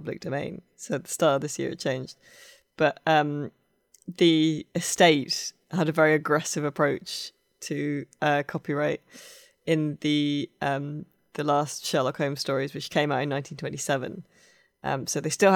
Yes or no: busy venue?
no